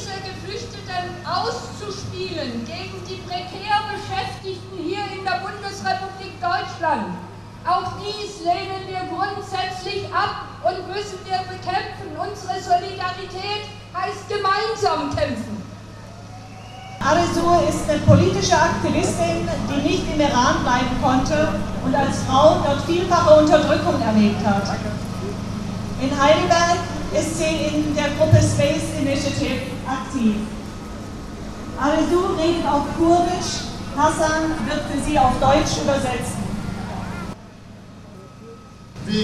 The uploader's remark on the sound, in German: Eine Democollage vom 1.Oktober 16 in Heidelberg. Trotz zeitweise starken Regens haben 800 Menschen aus ganz Süddeutschland am Samstag für die Rechte von Geflüchteten und gegen die Abschiebepolitik der BRD demonstriert.